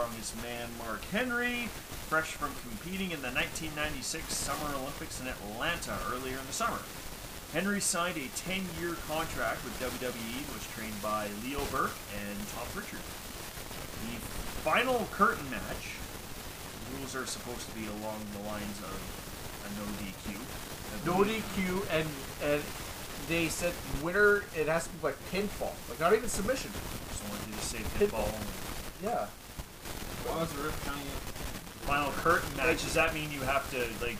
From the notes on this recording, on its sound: Warning* There are some technical issues in this episode.